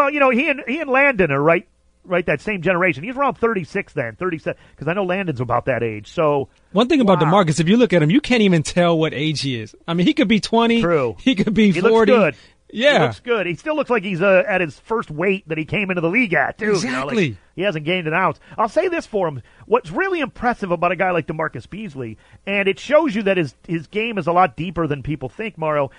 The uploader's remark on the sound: calls